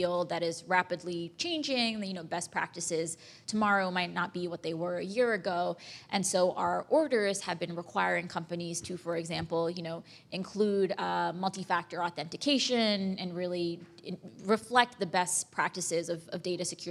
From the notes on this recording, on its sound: In front of a live audience at P&T Knitwear.